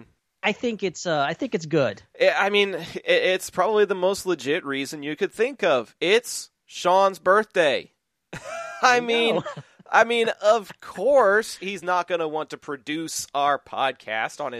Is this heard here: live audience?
no